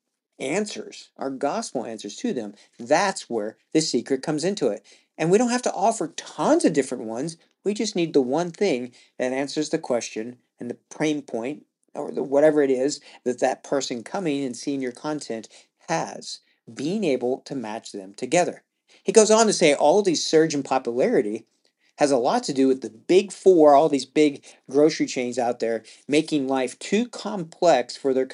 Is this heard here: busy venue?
no